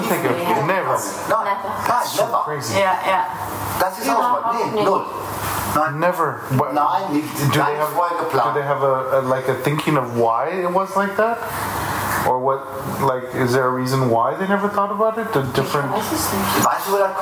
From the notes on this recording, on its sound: Despite the less than optimal sound quality due to the lack of proper equipment, we couldn't pass up the opportunity to capture their wisdom while they were in town. We apologize for the imperfect audio.